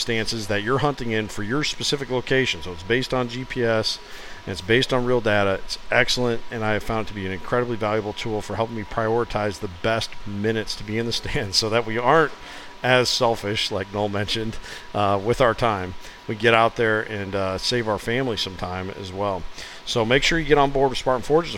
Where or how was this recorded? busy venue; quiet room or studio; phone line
busy venue